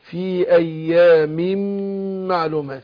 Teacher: في ميمين ورا بعض في ايام هضغم الميم بتاعت ايام في ميم معلومات انت ميم واحده مش قدها في ايام معلومات.